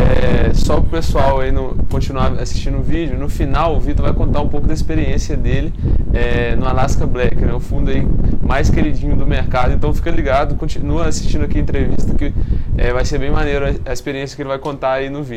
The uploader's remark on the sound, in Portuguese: Na gravação tivemos um pouco de problema em relação ao vento, que atrapalhou o audio em alguns momentos